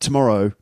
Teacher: English native speakers swallow the first syllable of the word tomorrow